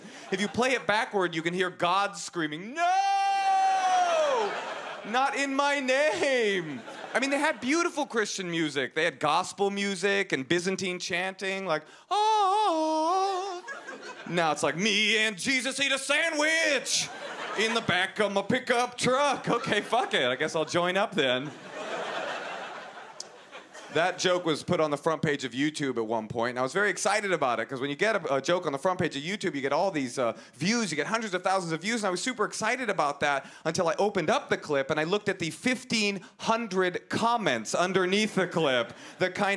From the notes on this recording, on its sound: at the 2013 Just for Laughs Festival in Montreal